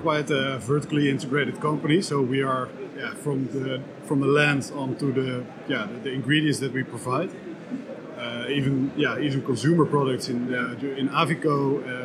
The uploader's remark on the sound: Live from the Hotspot of BioEconomy. The renowned World Bio Markets conference in The Hague. Live impressions from the conference.